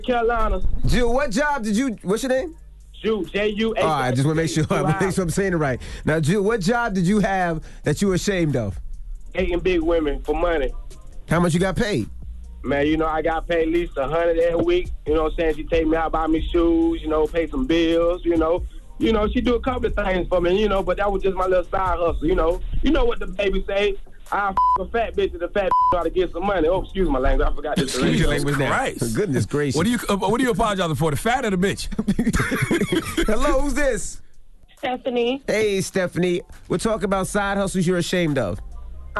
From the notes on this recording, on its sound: we opened up the phone lines